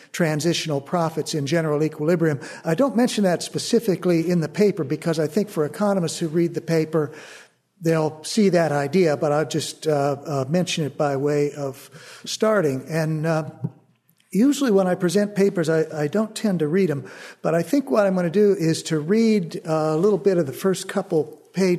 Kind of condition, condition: setting, live audience